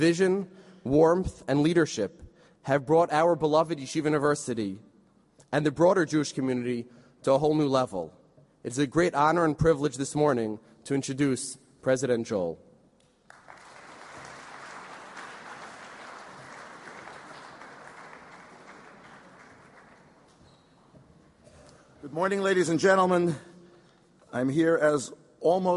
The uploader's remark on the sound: This recording is of the opening session of the Yom Iyun marking the centennial of Yeshiva University's High School for Boys on 18th December 2016